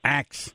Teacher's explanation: We flip the S from the middle to the end.